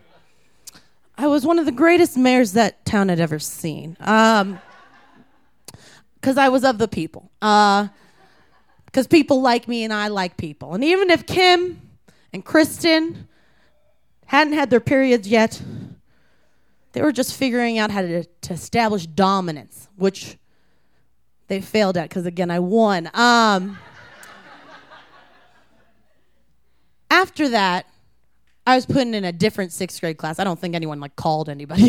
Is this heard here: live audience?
yes